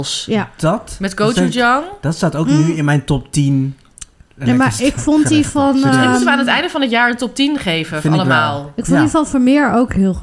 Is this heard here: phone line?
no